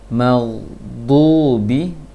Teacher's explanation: di sini baru monyong bibirnya, karena dotnya berharokat dhammah. Magdubi, jangan dibaca magdubi.